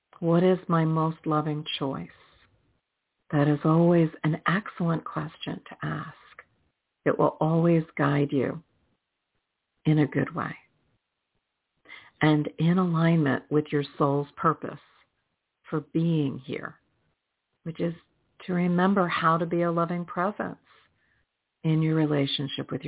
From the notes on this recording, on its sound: in response to callers' questions